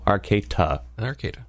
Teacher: no one says the T. Yeah. It's a D.